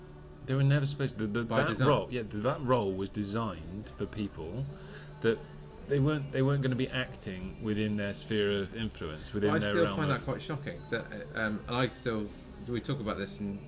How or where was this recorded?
busy venue